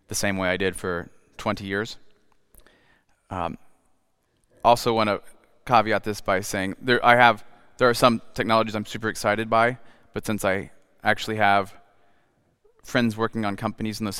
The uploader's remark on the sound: The evening was held at the Lund Main University Building and ended with a Q&A with the audience.